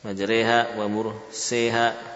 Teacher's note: huruf ra yang mengalami imalah ya, walaupun asalnya maftuhah, maka hilanglah sifat tafkhimnya, ya. Jadi kita baca majri tanpa tafkhim. Jangan dibaca majri, ya, tapi hilang tafkhimnya.